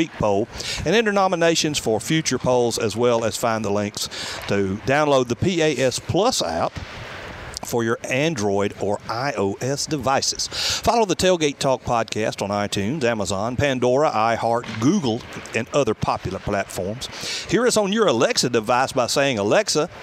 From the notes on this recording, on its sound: Live at the VBC with the Huntsville Havoc.